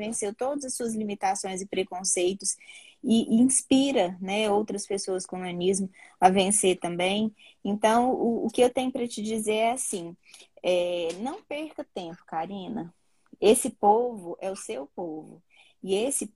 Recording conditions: video call